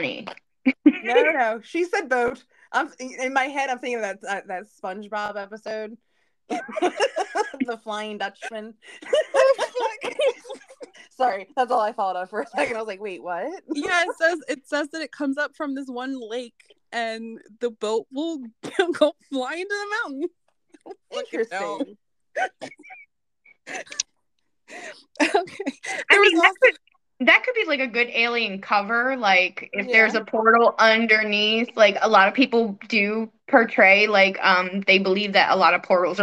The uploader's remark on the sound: It’s worth the interference guys, we promise. Hoping to fix the audio issues soon.